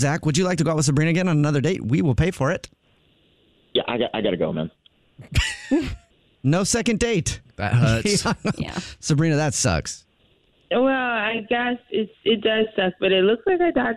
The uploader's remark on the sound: A Phone Prank